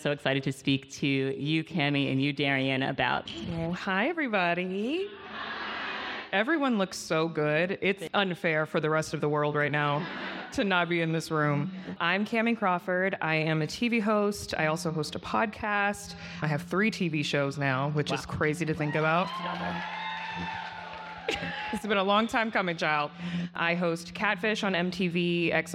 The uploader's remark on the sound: Tune in for a LIVE episode of Naked Beauty, coming straight from the annual EveryStylishGirl Sip N’ Slay event in LA! Tune in for a LIVE episode of Naked Beauty, coming straight from the annual EveryStylishGirl Sip N’ Slay event in LA!